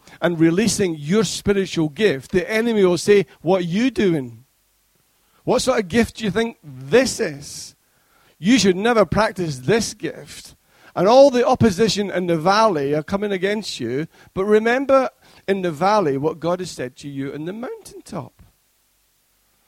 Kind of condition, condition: setting, large echoing room